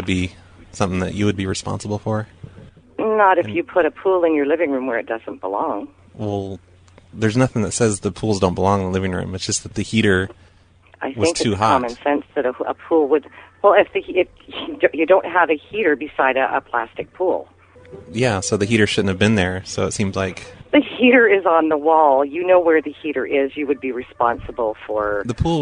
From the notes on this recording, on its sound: RBCP's Personal Prank Phone Calls Collection. Apartment - living room pool.